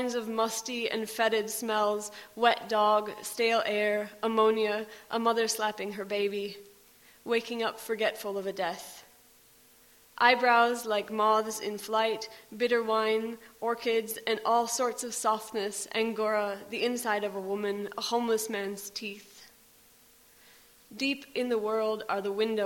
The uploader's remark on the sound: Special show broadcast LIVE from the Bishop Greaves Theatre in Lincoln on Sunday 15th May as part of the Lincoln Book Festival. Special show broadcast LIVE from the Bishop Greaves Theatre in Lincoln.